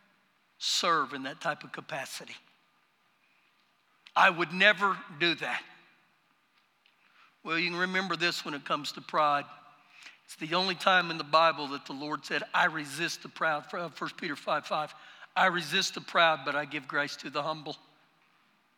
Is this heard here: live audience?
yes